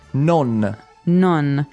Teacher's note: There's an N at the end of that. It's not like the English word no.